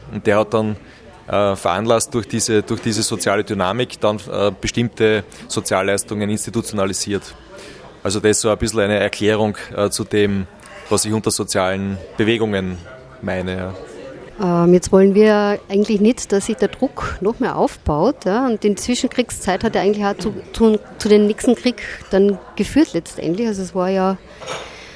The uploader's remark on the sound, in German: Die Sendung wurde im Café Weitzer in Graz aufgezeichnet